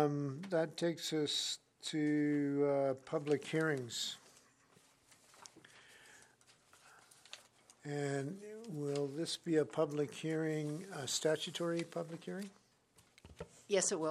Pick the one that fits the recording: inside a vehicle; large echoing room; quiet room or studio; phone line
large echoing room